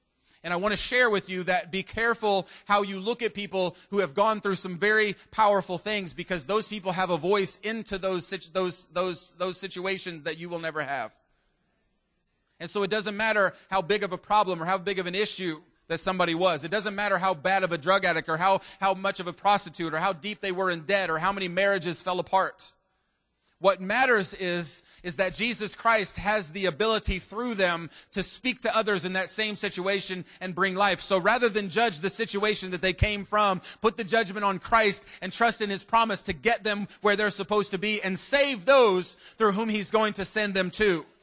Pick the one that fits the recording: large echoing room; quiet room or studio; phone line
large echoing room